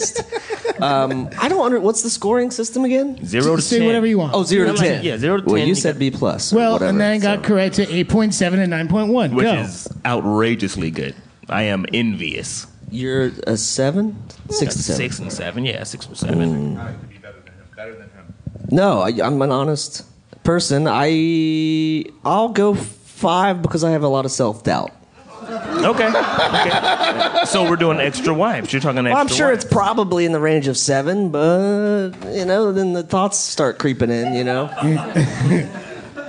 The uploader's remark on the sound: This month the guys record LIVE at Over the Eight in Brooklyn